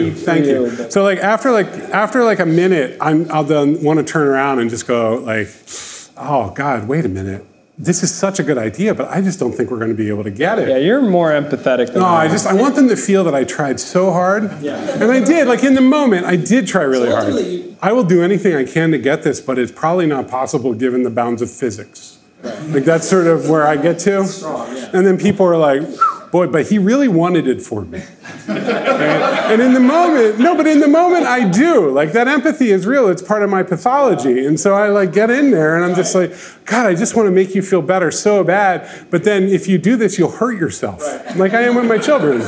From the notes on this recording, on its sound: record a live podcast episode at our Ship It!